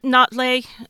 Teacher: It's kind of got a glottal stop in there